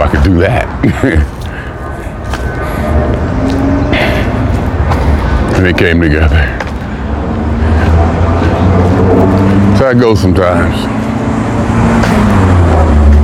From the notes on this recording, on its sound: Me Walking Talking